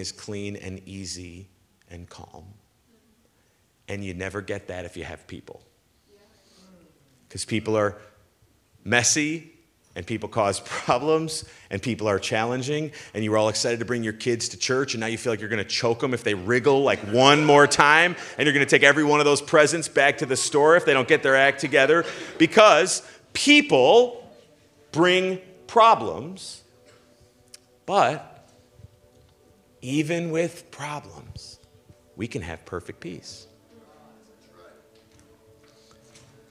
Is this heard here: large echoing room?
yes